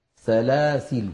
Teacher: هذه الكلمة سلاسلا فيها عند الوقف وجه زائد على أخواتها، وهو حذف الألف عند الوقف